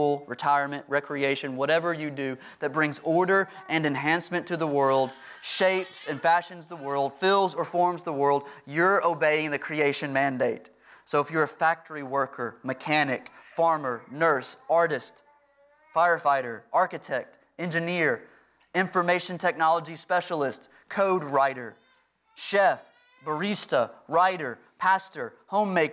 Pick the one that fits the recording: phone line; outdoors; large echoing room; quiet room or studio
large echoing room